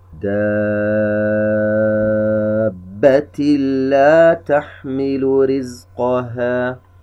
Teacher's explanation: تنوين وبعده حرف اللام، إدغام بغير غنة، ذهب التنوين وأدغم في اللام التي بعده